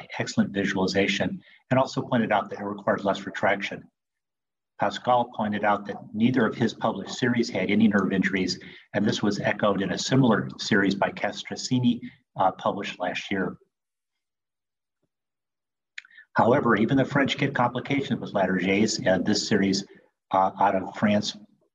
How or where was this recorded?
video call